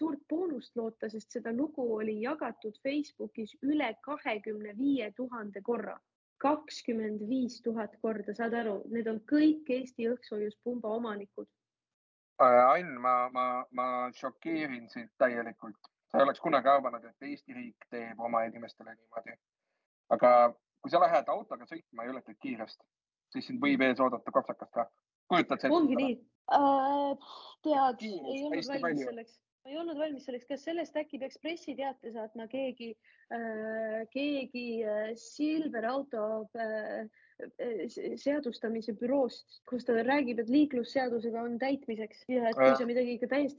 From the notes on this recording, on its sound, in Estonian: Seekord retrokvaliteediga Zoomi-miniepisood.